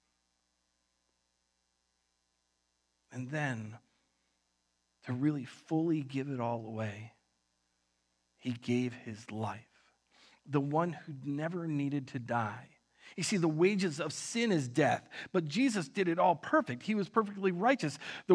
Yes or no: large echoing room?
yes